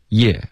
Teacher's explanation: 有一个耶耶的开头，这是因为你的舌头是贴着上颚，然后有一个降下来的一个滑动。如果后面跟着一个一的原因的时候呢，你的舌头要贴着上颚，然后就有点像摩擦一样，就是贴着上颚往前滑。所以这个 · Term: 耶的音